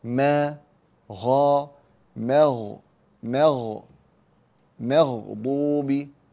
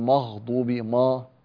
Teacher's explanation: الميم في المغضوب ميم مرققة جاء بعدها حرف الغين فلا تفخم الميم بسبب الغين · Shown in: first take